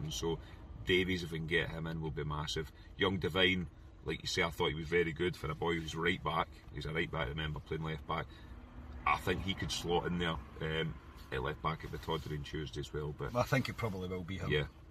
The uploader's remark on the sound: reaction from the car after leaving Ibrox